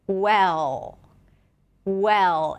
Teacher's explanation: the L actually starts affecting the vowel before. · Term: dark L